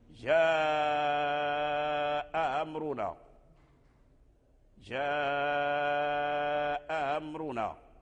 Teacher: تسهيل الهمزة الثانية، تسهيلها بين الهمزة والألف، فهي ليست ألفا محضا أي حرف مد، وأيضا ليست همزة محققة لها نبرتها ولها شدتها ولها يعني، فتسهل تلين، تسهل يعني تلين